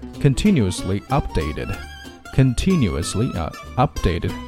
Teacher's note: continuously updated 一个副词一个动词都要重读